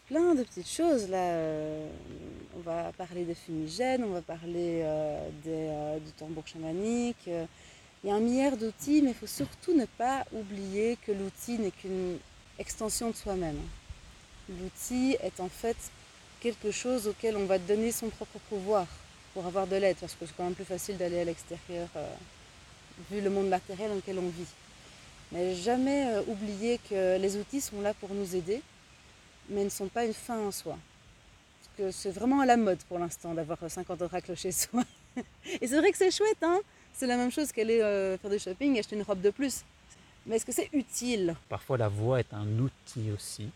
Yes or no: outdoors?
yes